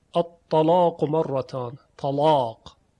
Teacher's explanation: کلمه طلاق، الطلاق مرتان، طلاق، این یک نوع تفخیم کامله که در اصطلاح عربی بهش فتح هم گفته میشه، یعنی نهایت فتح. الطلاق، فتح ضد اماله، یعنی در مقابل اماله هست.